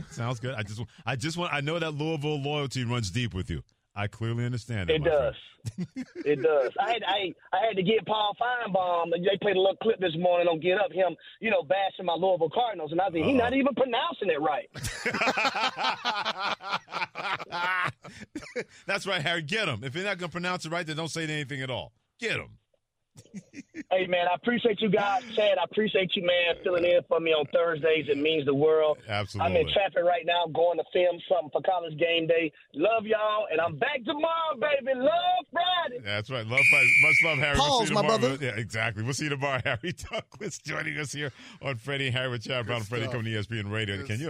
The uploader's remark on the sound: Taking your calls.